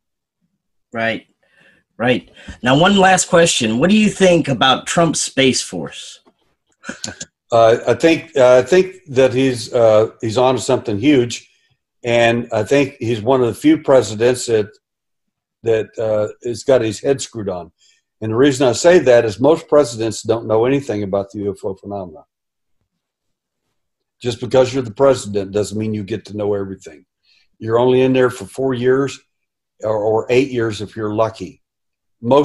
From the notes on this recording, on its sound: Food Forest Abundance Zoom Meeting